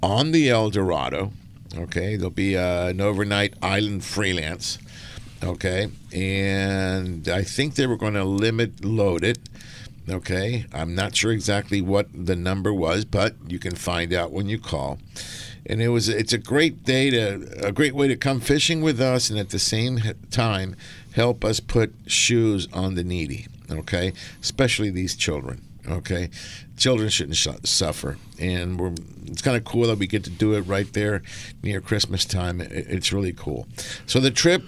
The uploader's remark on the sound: "LIVE" from Angel Stadium in Anaheim, CA